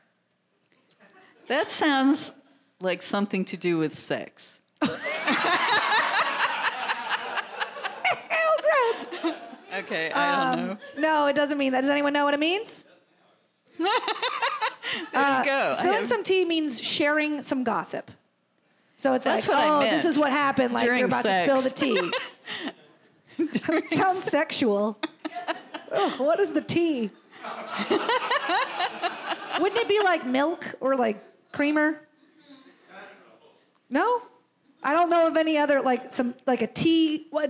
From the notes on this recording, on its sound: Live Show. Including questions from the audience.